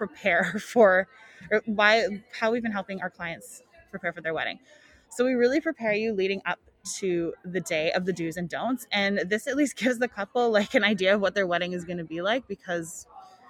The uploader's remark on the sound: WE'RE LIVE at the ADIW wedding show!